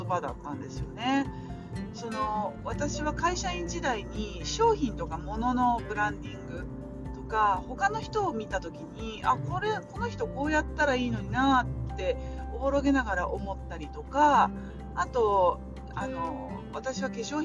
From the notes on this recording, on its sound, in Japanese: スイスの町を、ドライブしながらの音声です。